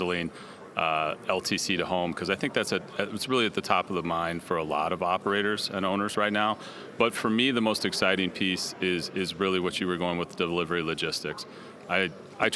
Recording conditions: busy venue